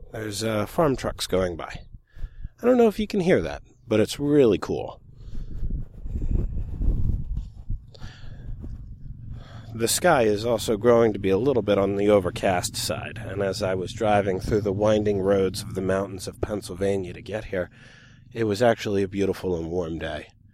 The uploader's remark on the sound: recorded at Jayne’s Orchard at the peak of the season in July